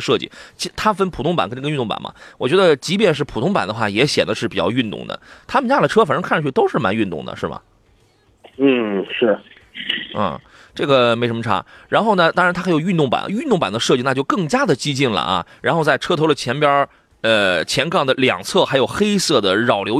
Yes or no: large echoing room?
no